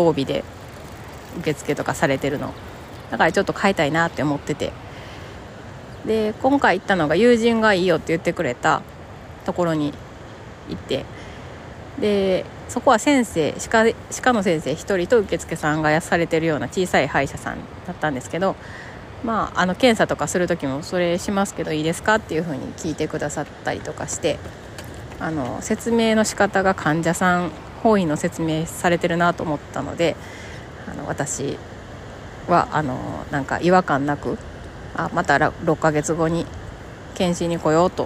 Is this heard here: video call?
no